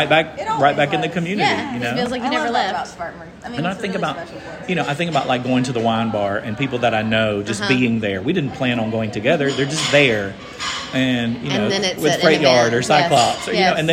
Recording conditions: busy venue